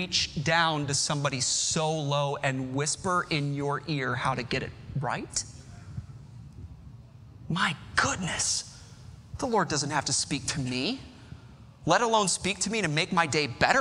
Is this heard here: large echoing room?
yes